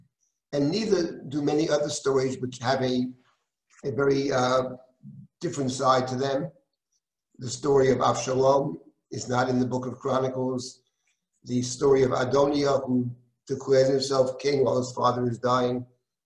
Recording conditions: video call